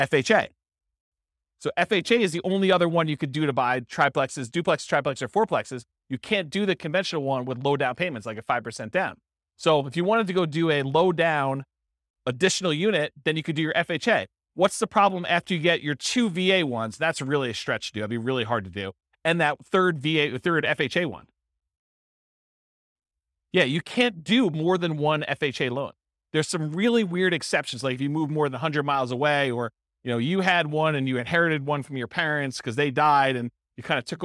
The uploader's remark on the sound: This was a live class recorded